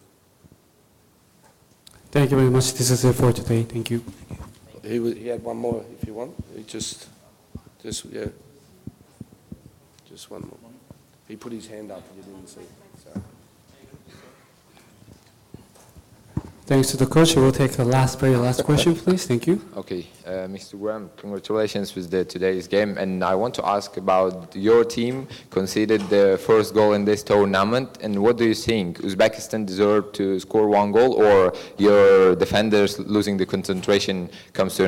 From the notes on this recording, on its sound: Post-Match Press Conference. At the post match press conference.